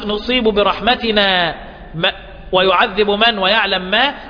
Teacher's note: الإدغام المحض من غير إشمام على المذهبين